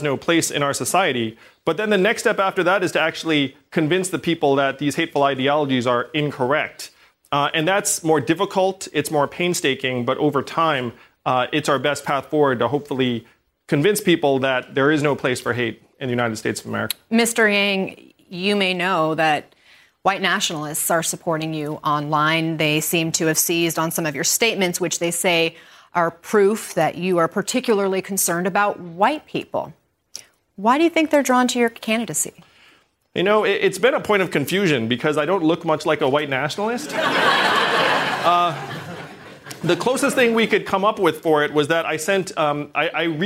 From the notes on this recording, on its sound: answers questions during a live town hall